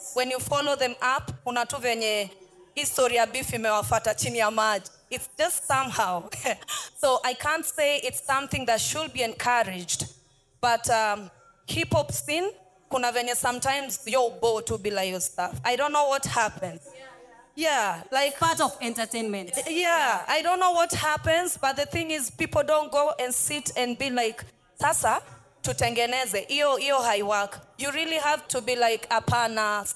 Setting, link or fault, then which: setting, busy venue